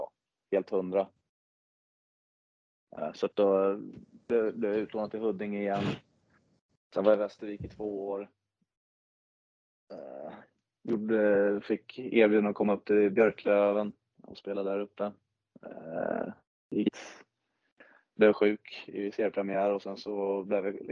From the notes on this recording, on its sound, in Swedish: Vi ber om ursäkt för dålig ljudkvalitet. Notera att detta spelades in efter bortamatchen i Nobelhallen.